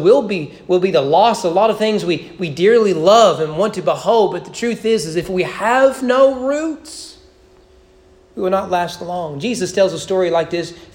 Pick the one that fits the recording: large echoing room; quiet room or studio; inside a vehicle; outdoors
large echoing room